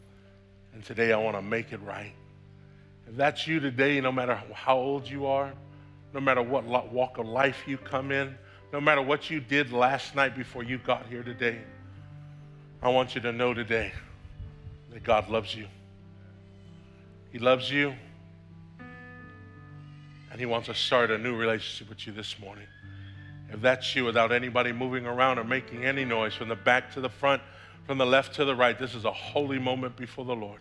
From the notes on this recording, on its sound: preached on December 26th at the 10AM service